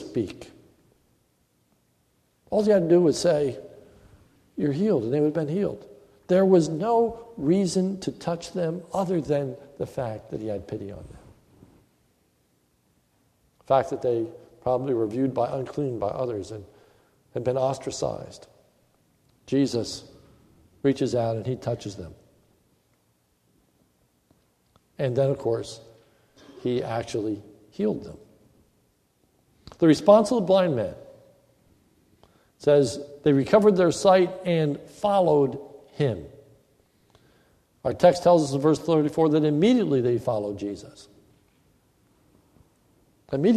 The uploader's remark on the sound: This is a sermon recorded at the Lebanon Bible Fellowship Church in Lebanon, PA on 10/11/2015 in the morning service